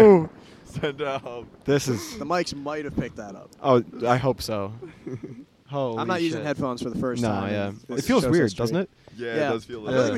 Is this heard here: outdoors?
yes